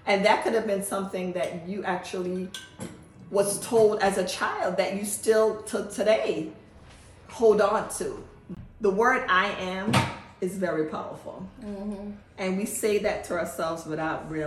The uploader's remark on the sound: This episode is LIVE inside the Let it Go Queens event.